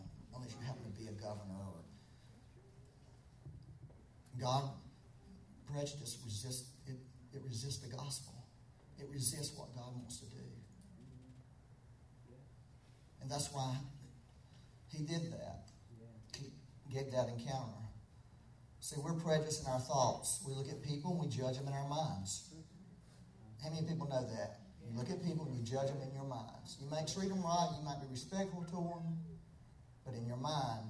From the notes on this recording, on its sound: We had technical difficulties on this Sunday so the audio quality is not the best.